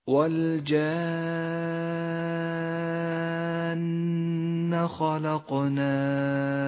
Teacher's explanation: وأخيرا المد اللازم الكلمي المثقل في كلمة والجان خلقناه، لاحظ كيف جاءت هذه النون المشددة بعد المد اللازم، أعطي كل ذي حق حقه من النطق، وتأمل هذه الألف التي لونت بالأحمر الغامق إشارة إلى المد اللازم الذي يمد ست حركات، والنون خضراء اللون لاحتياجها إلى غنة بمقدار حركتين.